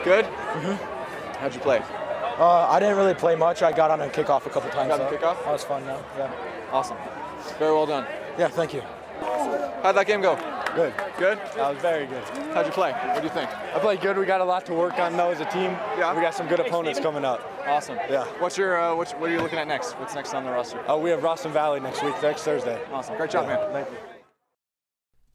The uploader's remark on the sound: Sounds of the Fairview Boulder Game